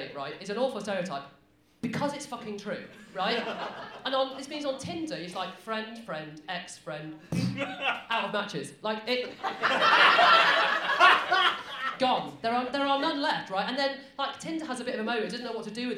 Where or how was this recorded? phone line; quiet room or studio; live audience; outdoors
live audience